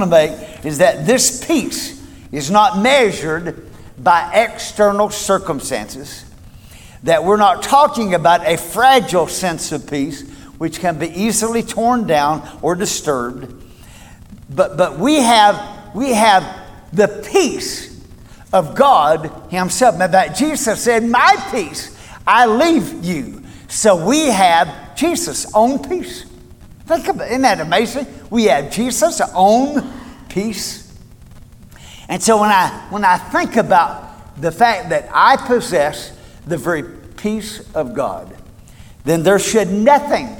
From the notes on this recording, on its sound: Recorded at Cornerstone Church